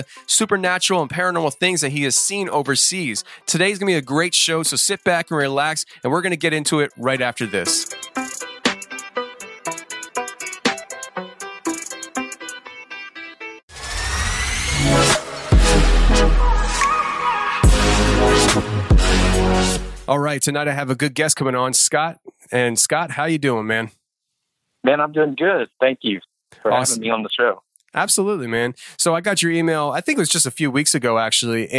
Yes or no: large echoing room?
no